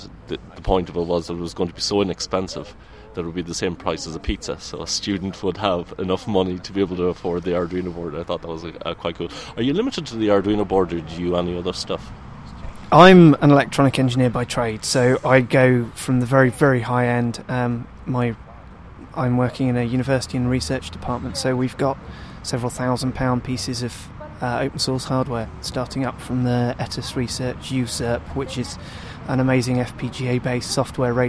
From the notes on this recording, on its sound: Shows recorded at OggCamp11. OggCamp 11 was a two-day unconference where technology enthusiasts came together to exchange knowledge.